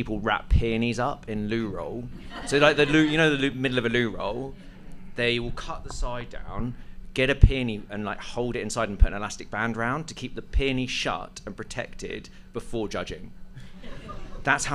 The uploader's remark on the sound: Recorded live at The Conduit in London.